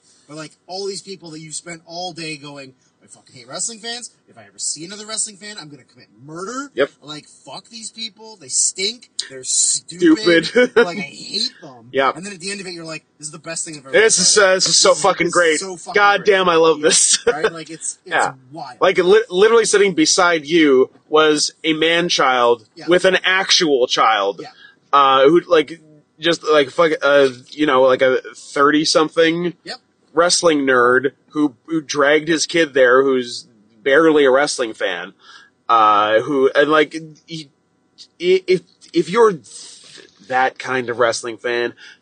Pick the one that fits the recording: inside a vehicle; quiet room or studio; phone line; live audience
inside a vehicle